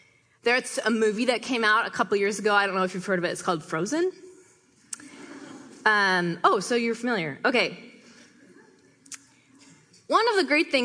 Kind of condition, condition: setting, live audience